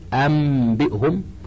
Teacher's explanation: ثلاثة: الثالث الإقلاب، وهو لغة تحويل الشيء عن وجهه، واصطلاحا جعل حرف مكان آخر، أي قلب النون الساكنة والتنوين ميما قبل الباء مع مراعاة الغنة والإخفاء